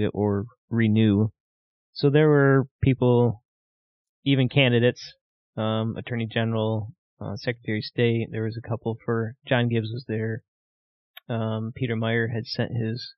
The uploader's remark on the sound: I apologize for some audio issues we had with this episode due to being remote.